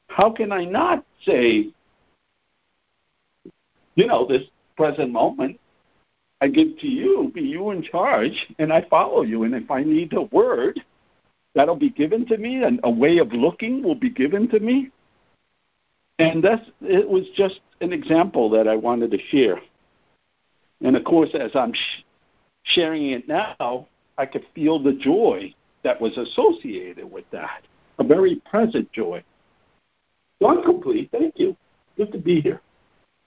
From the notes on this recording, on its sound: ACIM Daily Conference Call